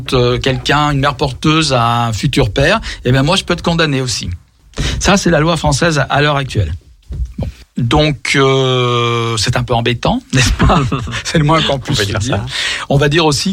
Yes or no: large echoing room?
no